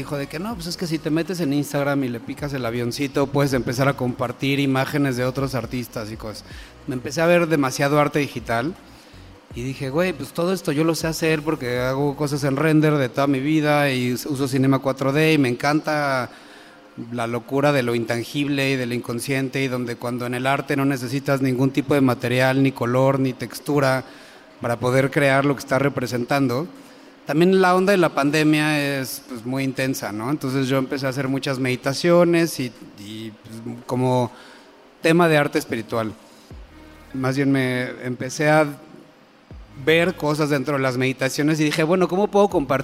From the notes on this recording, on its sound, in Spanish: Este episodio es un panel que grabamos en el Foro Indie Rocks sobre NFTs.